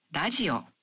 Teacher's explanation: the R in radio is pronounced somewhere between an R and an L sound